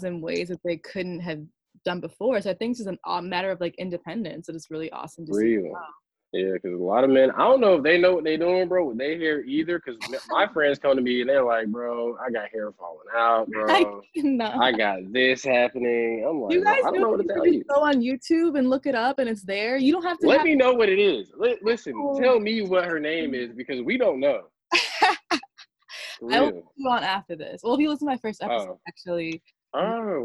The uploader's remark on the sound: joins me for a Zoom call